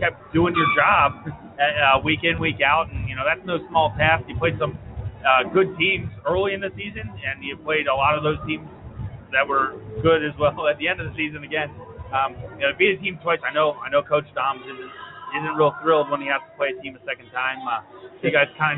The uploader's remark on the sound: Broadcasting LIVE from the Wilson High School (West Lawn, PA) gymnasium for the schools 2015 MiniTHON event.